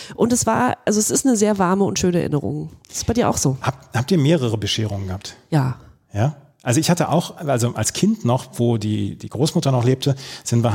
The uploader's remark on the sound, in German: Die beiden haben nämlich zum ersten Mal eine Episode aufgenommen, in der sie sich gegenüber saßen. Haben sie die Folge auch gleich in einem Kirchenschiff aufgenommen. Deswegen der Hall.